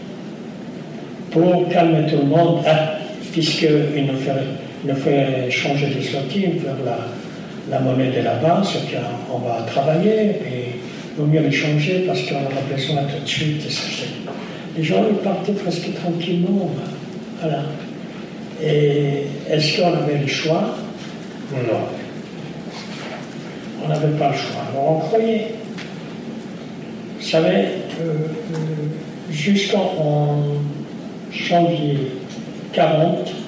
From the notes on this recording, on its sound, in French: raconte, lors de cette conférence, son histoire